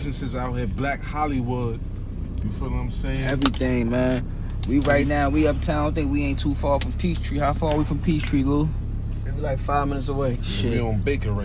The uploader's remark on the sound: Live From Atlanta Most Prolific Records Is Out And About In The Peachtree City Getting a Bit Of Southern Hospitality While On The Go.